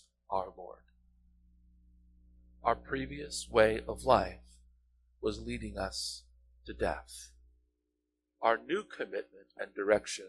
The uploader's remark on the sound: Apologies about the audio quality. We’re transitioning to new streaming equipment, and are having some growing pains.